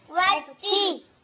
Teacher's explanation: واو فتحة و، همزة وصل توصل كلام لا تنطق، لام شمسية مضغمة في التاء المكسورة